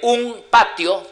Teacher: esa N, un patio, que es bilabial, M implosiva